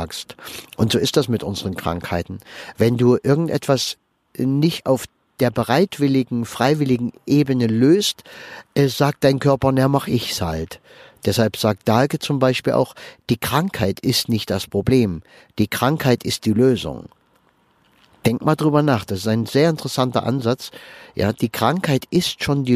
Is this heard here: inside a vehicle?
yes